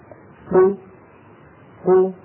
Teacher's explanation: فإذا نطقنا الصوت بهذه الضمة قو قو يتولد واو · Term: إشباع صوت الضمة